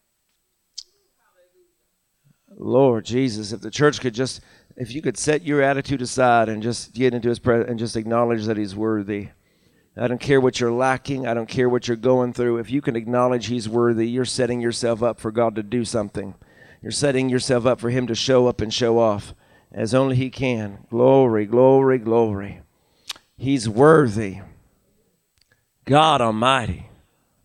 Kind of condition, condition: setting, large echoing room